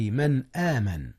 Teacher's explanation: إظهار النون قبل الهمزة، قبل همزة آمن